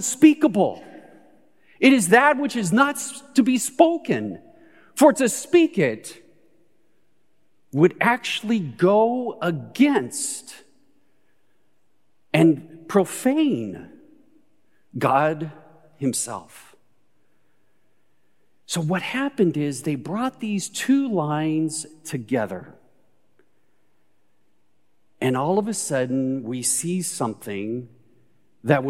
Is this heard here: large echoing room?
yes